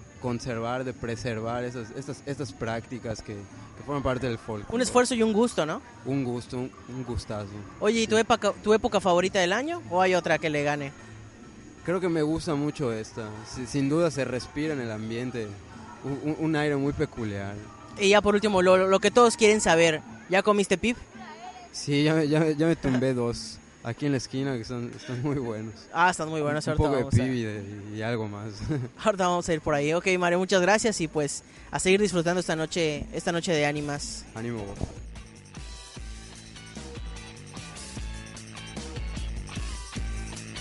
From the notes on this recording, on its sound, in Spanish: Programa especial grabado desde el paseo de las animas en el parque de la Ermita de Mérida Yucatán.